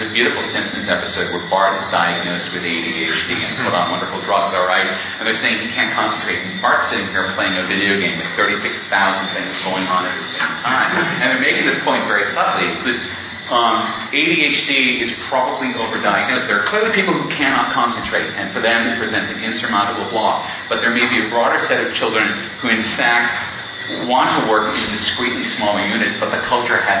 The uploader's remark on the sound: In this talk that was delivered at the 2002 Mind States Conference held in Jamaica.